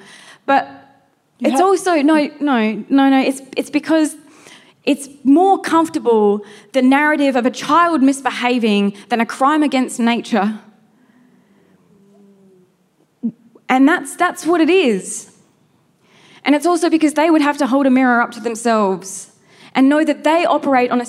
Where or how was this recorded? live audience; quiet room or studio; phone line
live audience